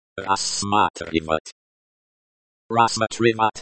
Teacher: Stress on the second syllable. The t sound is soft, like the t in tune.